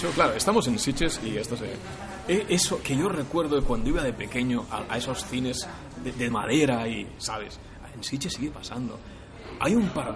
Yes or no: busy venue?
yes